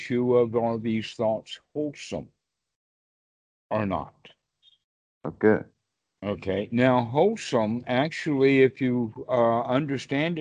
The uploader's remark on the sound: skype calls on this channel